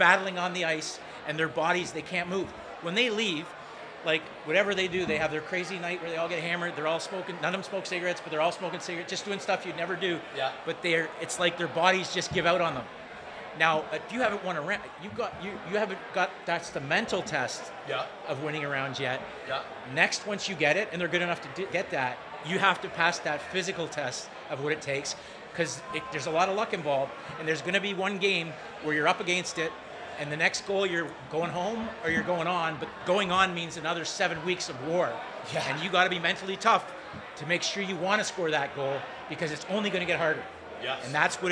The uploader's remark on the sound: Live taping from the Locker Room Studio in Bottomline Sports Bar